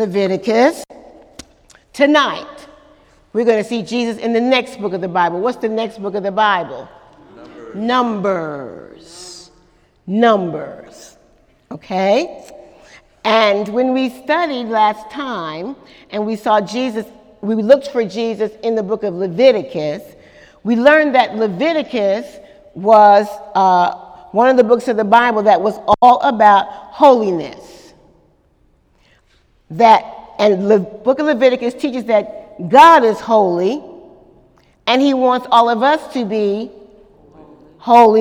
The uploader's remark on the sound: During Wednesday night service on March 28, 2018